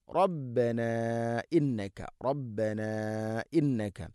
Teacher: മദ്ദിൻ്റെ അക്ഷരം അലിഫിന് ശേഷം ഹംസയാണ് ഇവിടെ മദ് മുൻഫസിൽ, നാലോ അഞ്ചോ ഹർക്കത്തിൻ്റെ ഖദറിലത് നീട്ടണം. റബ്ബന ഇന്നക്ക മദ് മുൻഫസിൽ നീട്ടാവുന്ന മദ്, മദ് ജായിസാണ്.